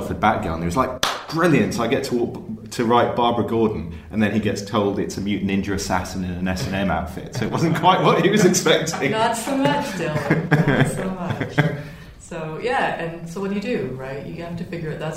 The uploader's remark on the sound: In a pair of interviews recorded at the Lakes International Comic Art Festival in Kendal